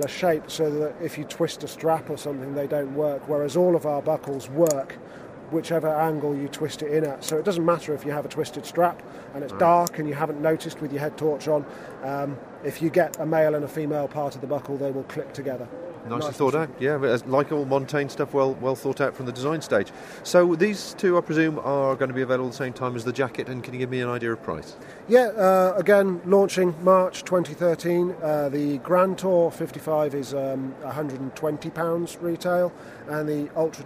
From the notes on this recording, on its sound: Friedrichshafen Outdoor Show. Recorded at the 2012 Outdoor Show in Friedrichshafen. An overheard conversation in the press room.